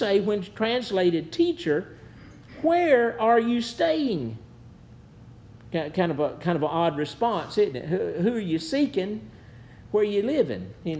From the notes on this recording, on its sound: Preached at New Hope Baptist Church